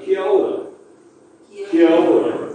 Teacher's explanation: Polynesian languages all have this thing, where when there's a vowel, and it follows another vowel, and it's another word, it all just gets run together. So hence, this gets quite messy, because you've got to run it together, because it ends in a vowel and starts with a vowel in the next one.